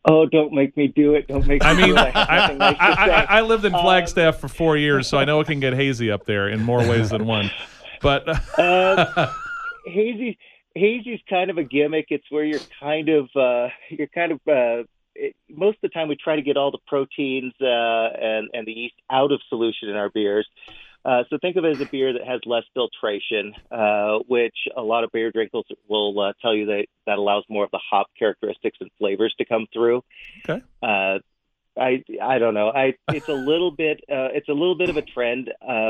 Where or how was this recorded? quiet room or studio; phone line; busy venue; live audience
phone line